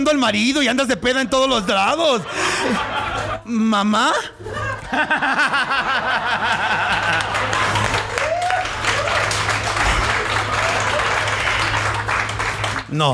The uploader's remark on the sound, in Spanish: EN VIVO DESDE LA CAJA POPULAR